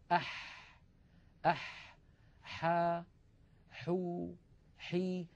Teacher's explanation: لاحظوا البحة الموجودة في الحاء الفصيحة